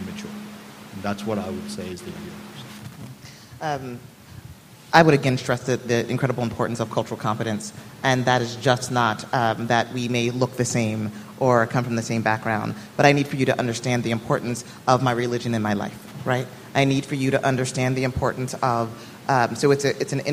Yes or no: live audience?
yes